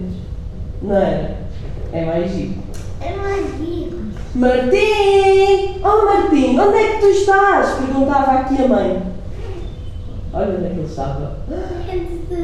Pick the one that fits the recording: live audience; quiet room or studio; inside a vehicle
live audience